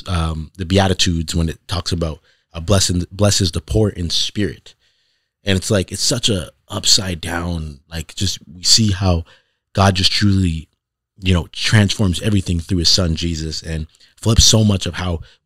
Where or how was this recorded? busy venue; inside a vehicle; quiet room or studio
quiet room or studio